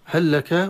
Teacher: هل لك، هل أتت هنا بمثال آخر لكن هنا أتت بمثال الإدغام، هل لك، لام أدغم في اللام من باب المتماثلين · Term: الإدغام المتماثل